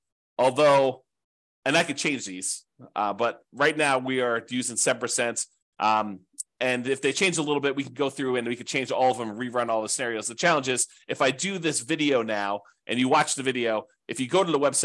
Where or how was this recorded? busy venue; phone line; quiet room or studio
quiet room or studio